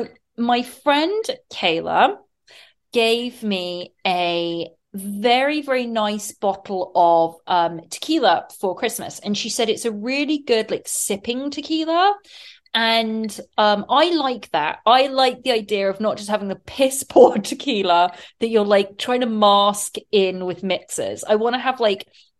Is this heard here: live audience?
no